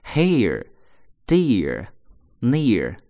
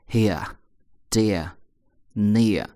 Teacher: 那英国人读的时候不卷舌头 · Shown in: second take